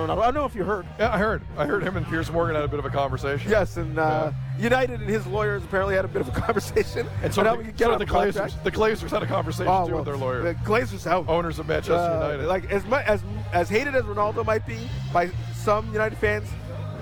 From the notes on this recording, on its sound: on location at Café Diplomatico in downtown Toronto